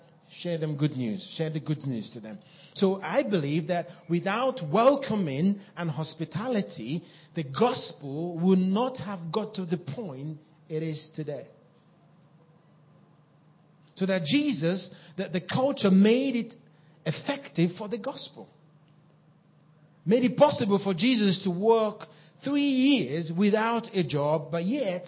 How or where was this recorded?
live audience